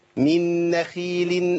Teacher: الخاء لما تكون مكسورة تبقى ضعيفة جدا زي القاف لما تكون مكسورة.